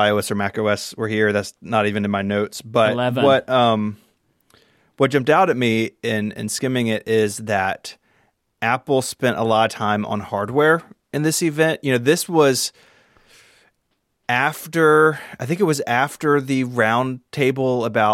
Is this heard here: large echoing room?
no